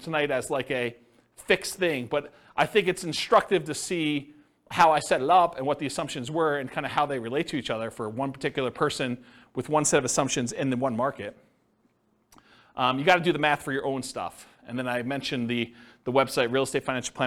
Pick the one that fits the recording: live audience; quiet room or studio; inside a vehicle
live audience